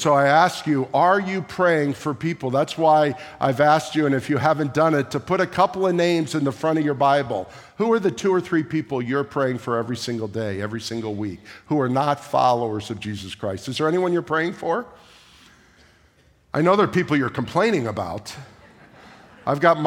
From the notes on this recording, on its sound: at the May 21, 2023 Sunday morning services of Boca Raton Community Church in Boca Raton, Florida